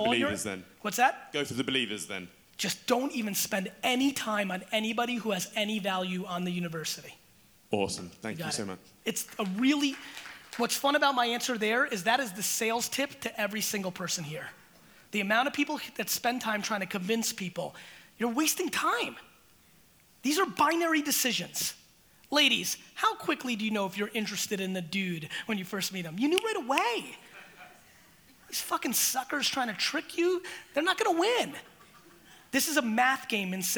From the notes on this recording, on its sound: This keynote I gave in London was nothing but FIRE.